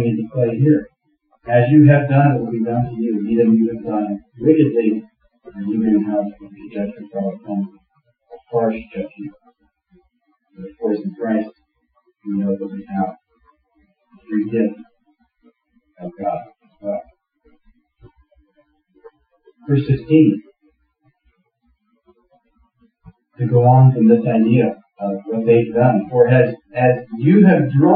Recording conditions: poor sound quality